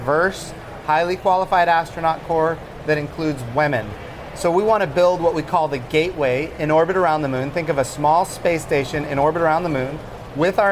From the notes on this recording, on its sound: live from the New York Stock Exchange.